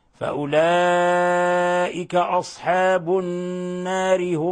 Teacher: النار حرف غنة مشدد لأن النون مشددة فتعطى غنة مقدارها حركتين